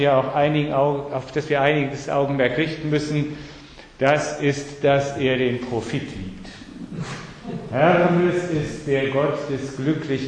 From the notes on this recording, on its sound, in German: Sie hören den siebten Vortrag der Reihe "Die griechischen Götter als Menschenlehrer". Livemitschnitt im Palais Altenstein in Fulda, Herbst 2013.